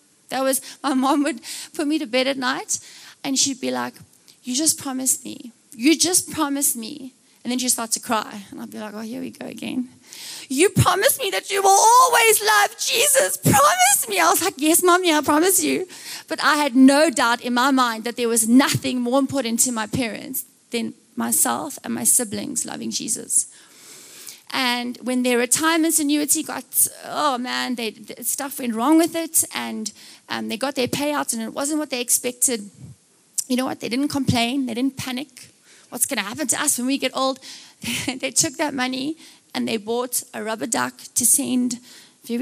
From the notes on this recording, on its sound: Recorded live on Sunday 16th July the 2023